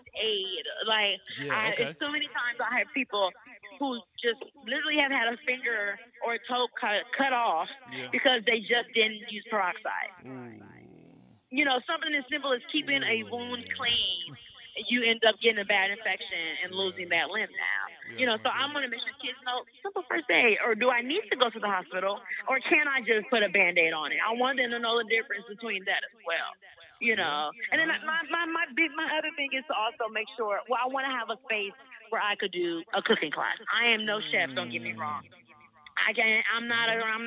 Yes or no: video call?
no